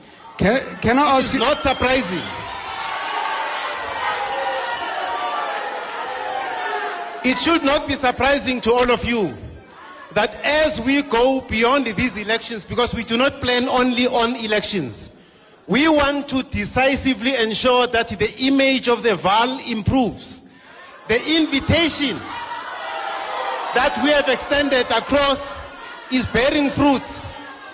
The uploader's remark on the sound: Eldorado Community Arts Centre in Sebokeng Town-hall. Broadcast live from the Eldorado Community Arts Centre in Sebokeng. He was joined by political party representatives from the ANC, DA, EFF, COPE, AIC and the BLF.